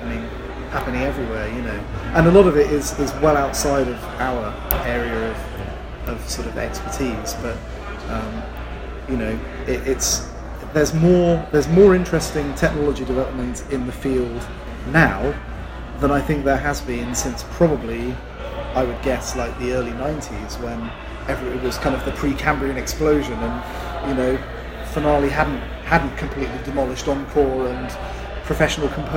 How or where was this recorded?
busy venue